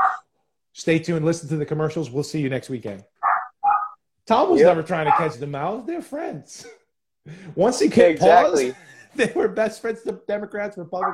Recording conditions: video call